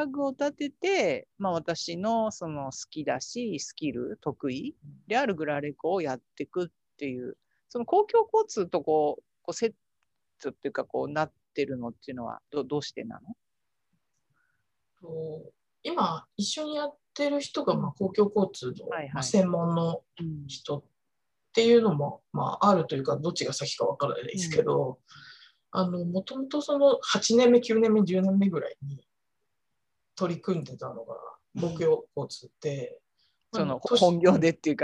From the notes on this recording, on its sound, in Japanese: 収録場所： オンライン (Zoom)